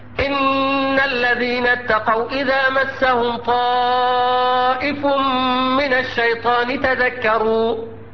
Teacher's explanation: مثال لنون مشددة غنت بمقدار حركتين، ومثال لميم مشددة غنت بمقدار حركتين